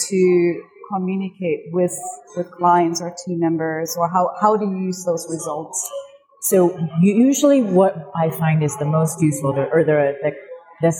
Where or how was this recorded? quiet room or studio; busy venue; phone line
busy venue